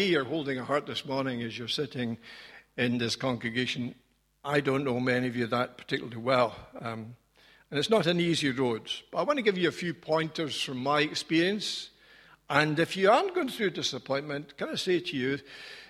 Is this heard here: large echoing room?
yes